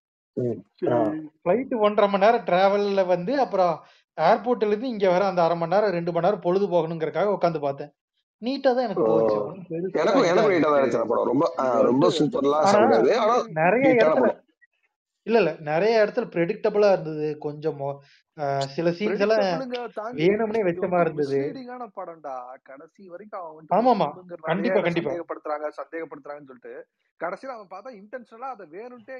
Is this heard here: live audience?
no